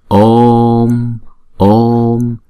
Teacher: Chữ O là chúng ta đọc hai nhịp vì nó là diphthong, chúng ta đọc hai nhịp rồi chúng ta mới đóng chữ O lại.